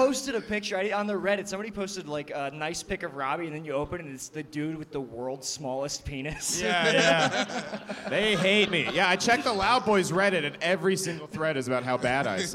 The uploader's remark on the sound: LIVE from the Ottobar